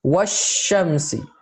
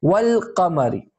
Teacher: the lam is completely skipped. It's not even pronounced. · Shown in: first take · Washamsi, as if it didn't even exist.